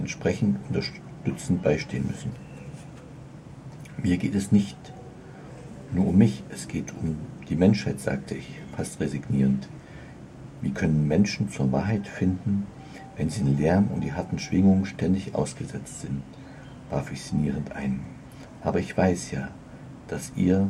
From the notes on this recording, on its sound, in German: Als mir auffiel, wie laut es gerade auch um mich herum war. Und dann habe ich es mal aufgenommen. Vielleicht kannst Du die vielen Hintergrundgeräusche auch wahrnehmen.